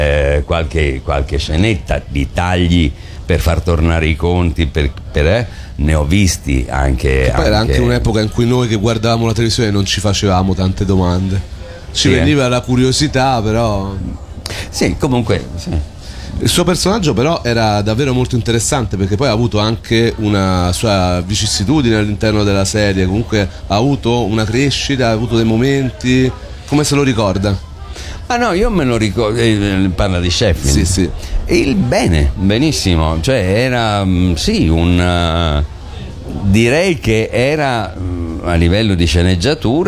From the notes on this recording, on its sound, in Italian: Da Lucca Comics & Games 2018